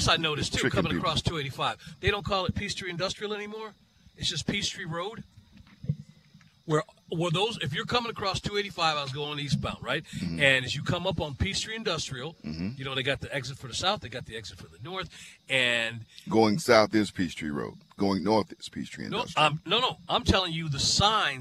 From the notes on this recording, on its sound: live from Chateau Elan